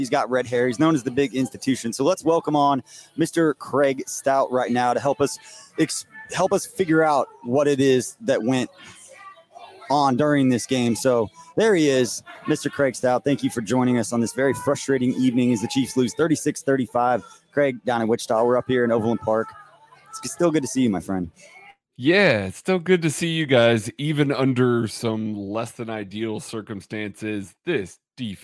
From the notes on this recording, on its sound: KCSN Live Postgame Show. Live from The Bullpen Bar and Grill on 135th.